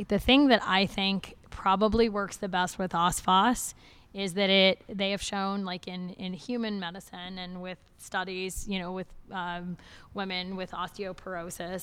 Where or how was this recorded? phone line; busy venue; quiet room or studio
busy venue